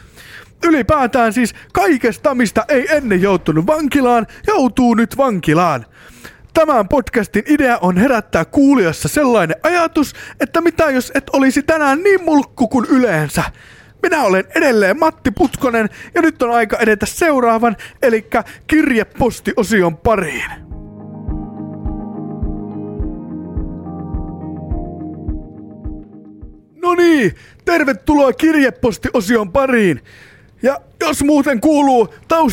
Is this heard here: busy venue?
no